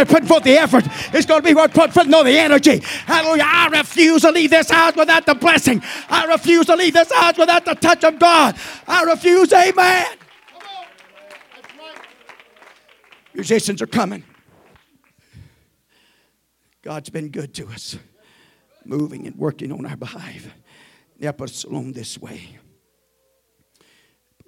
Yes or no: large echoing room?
yes